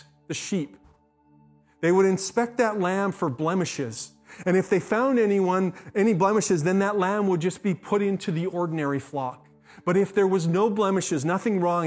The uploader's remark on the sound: speaks at SouthRidge Fellowship, a Langley church